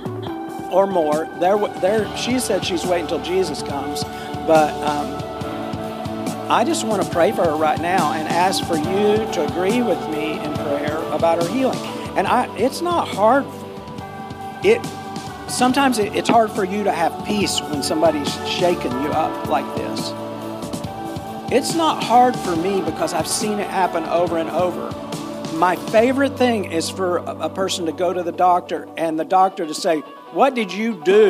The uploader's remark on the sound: Full Sunday Service December 3, 2023.